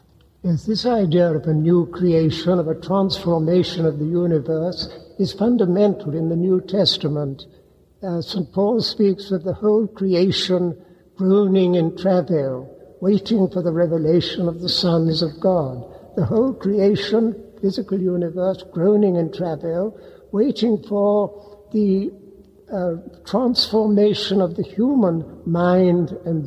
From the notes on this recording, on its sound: Recorded in Munich in 1992 at the Benedictine Abbey of St Boniface on September 29, the feast of St Michael and All Angels. Recorded in Munich at the Benedictine Abbey of St Boniface, on September 29th, 1992.